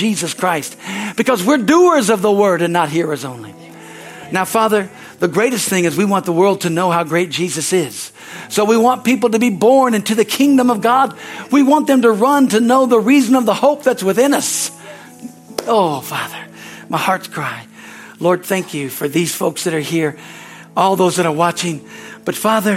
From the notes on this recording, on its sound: from the Sunday service on April 30, 2023 at Harvest Bible Church in Stockton, CA.